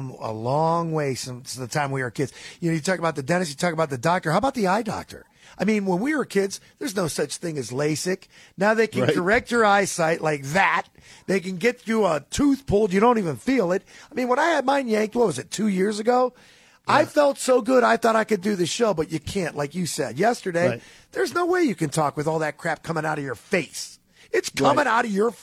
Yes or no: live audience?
no